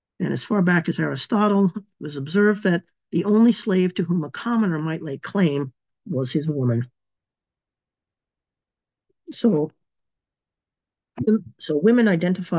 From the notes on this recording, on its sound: A live webinar. Part of our webinar series Radical Feminist Perspectives.